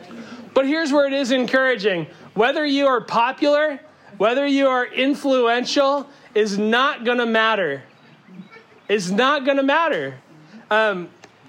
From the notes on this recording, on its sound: Our apologies that it sounds like we are yelling. The sermon was delivered outside with no amplification.